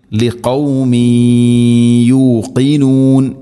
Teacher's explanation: തൻവീനിനെ യാഇലേക്ക് ഇദ്ഗാം ചെയ്ത് അഥവാ മിക്സ് ചെയ്ത് മണിച്ചുകൊണ്ട് ഉച്ചരിക്കണം. ലിഖൗമിയൂഖിനൂൻ ഇങ്ങനെ അവിടെ മണിച്ചുകൊണ്ട് ഓതണം.